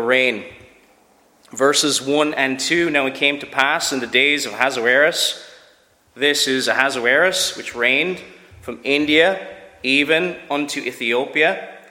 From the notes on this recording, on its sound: Preached at Shettleston Free Church.